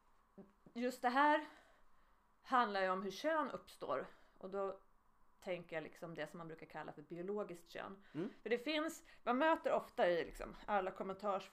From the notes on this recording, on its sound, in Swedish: Ljudet på själva konversationen i detta avsnitt är lite lågt, detta för att ljudansvarig inte riktigt lärt sig det här med ljudnivåer ännu.